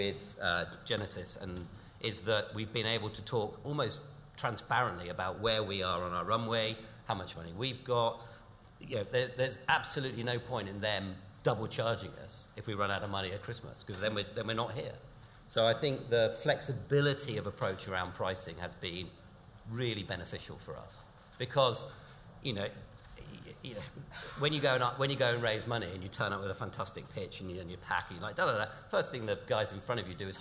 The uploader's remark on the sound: Three more “sofa sessions” in the second extract from of our “MGA, the new frontier for Insurtech” evening event recorded live at The Steelyard London.